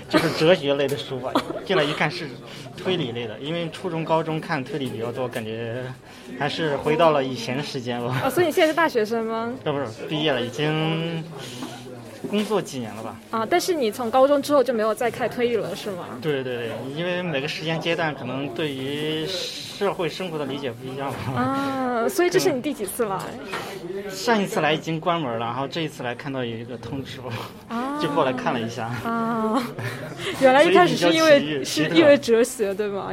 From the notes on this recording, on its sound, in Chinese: 我在现场记录下了孤岛书店的最后一个夜晚。大家围坐在小小的空间里一起聊天。在结束之后，我也和读者、书店常客和合伙人进行了一些对谈。